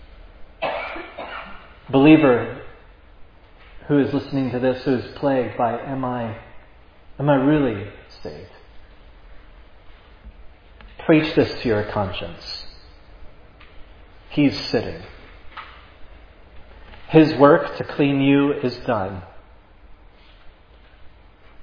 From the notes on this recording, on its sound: Was preached at Providence Church.